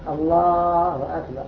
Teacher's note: قد يجعل المؤذن قد يجعل حركة الألف موضع سبع حركات أو عشر حركات أو عشرة حروف ومدها للتكبير مدا دميرا الله أكبر. · Term: المد